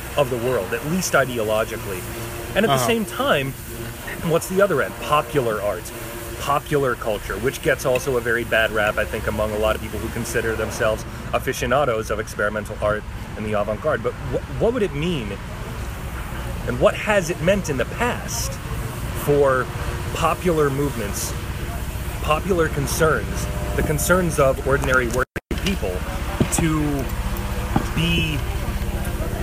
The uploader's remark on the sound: This show was recorded while getting a delicious brunch at Milque Toast Bar in St. Louis, MO.